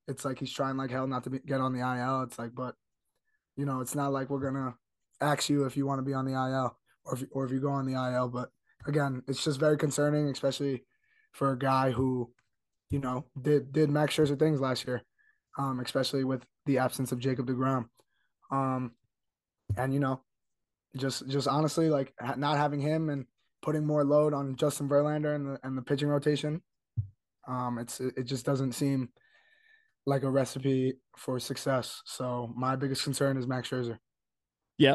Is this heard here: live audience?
no